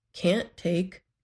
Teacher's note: in can't take, the word can't should be said a little louder and longer than take.